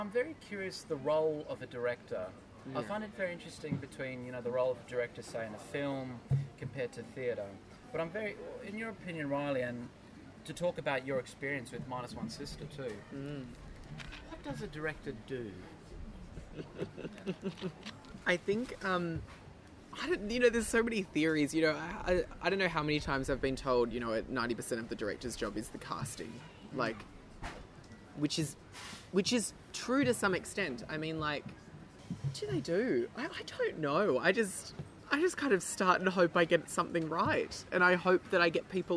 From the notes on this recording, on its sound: In this special outdoor edition.